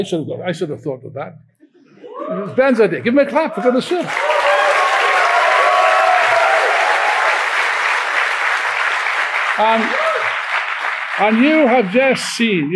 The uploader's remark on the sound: taken from the opening rally of the recent Revolution Festival